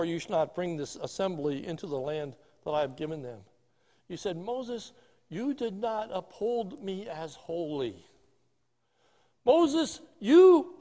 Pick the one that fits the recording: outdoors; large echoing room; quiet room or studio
large echoing room